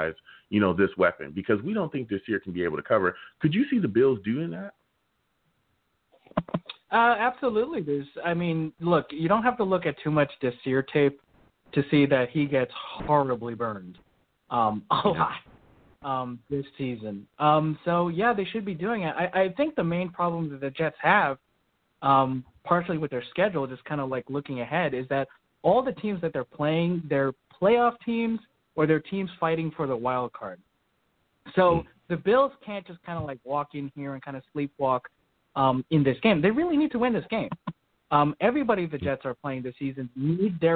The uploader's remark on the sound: We will be taking live callers!